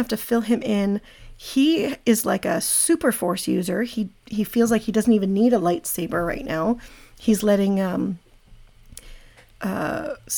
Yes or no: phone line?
no